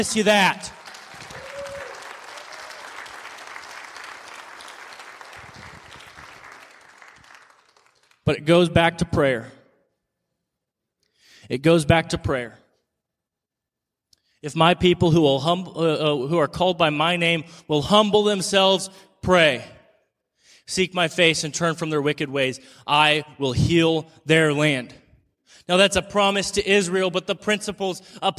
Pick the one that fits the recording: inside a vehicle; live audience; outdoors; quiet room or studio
live audience